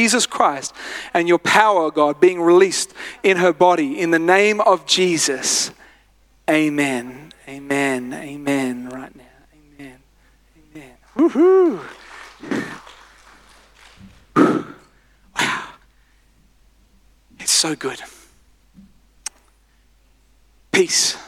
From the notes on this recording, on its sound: live at Freshwater Church on Sunday the 9th of July 2023